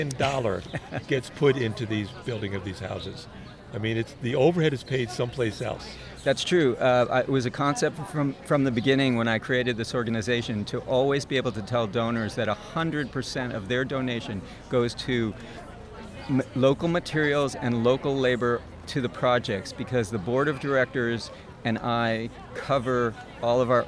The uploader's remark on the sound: The Bar Crawl Radio audio wagon was set up on the grass in front of the stage in the garden. It was a delightful evening in the West Side Community Garden in Manhattan.